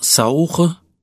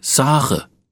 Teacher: das lange Frankfurter A, das früher verdunkelt erschien, heute aber mit reinem hellen A gesprochen wird